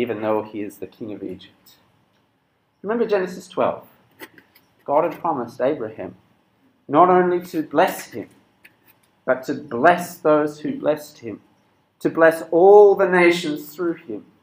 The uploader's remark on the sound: This sermon was preached at Cross & Crown Penang on 6th February 2022.